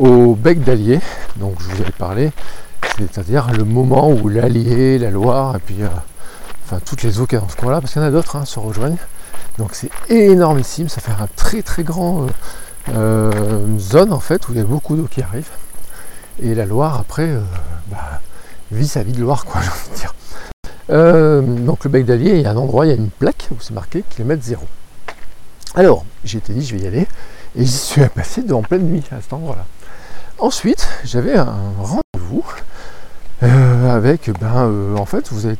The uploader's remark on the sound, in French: Episode enregistré à Jargeau juste avant de dormir sous un arbre au bord de la Loire